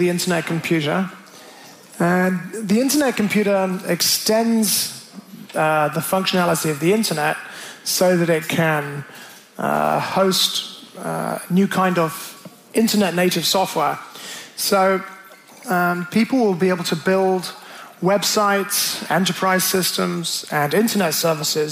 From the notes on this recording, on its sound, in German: Aufgezeichnet wurde das Interview auf der Bähne der Digitalkonferenz DLD in München.